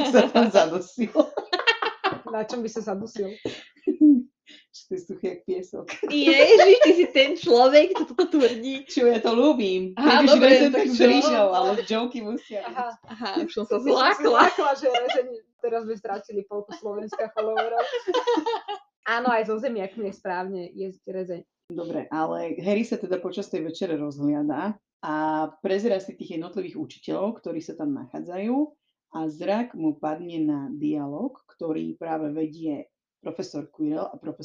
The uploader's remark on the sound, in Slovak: Taktiež sa stal menší nešvár a to, že nám ku koncu epizódy začal mierne zlyhávať mikrofón. Prosím, odpustite nám menej kvalitné audio a zvýšený počet strihov.